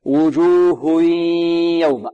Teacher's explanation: الهاء بدون صوت من الأنف ثم ننتقل إلى الغنة ونأتي بصوت من الأنف